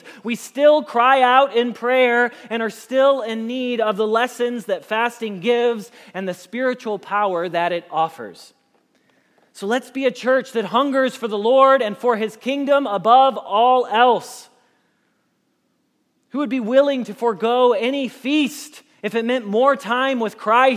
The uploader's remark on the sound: Message Preached at Valley Creek Church